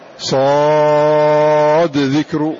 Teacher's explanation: تظهرها وتقلقل هذه الدال أمارة لإظهارها